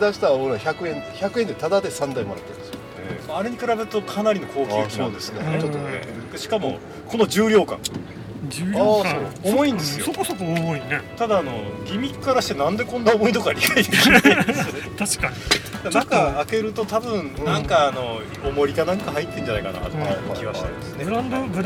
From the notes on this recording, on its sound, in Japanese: ギズモキャスト初の野外収録